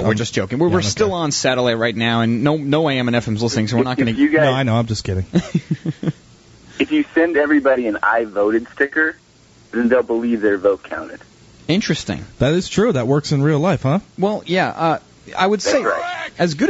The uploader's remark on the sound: one of the female listeners that call